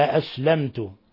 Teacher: ميم ساكنة جاء بعد حرف التاء، الحكم التجويدي إظهار شفوي، أسلمت، لا يجوز أن تضغط على الميم، لا تقول أسلمت، هذا خطأ، وإنما تظهر الميم الساكنة، الميم الساكنة عند التاء، لأن التاء من حروف أحد الحروف الإظهار الشفوي 26.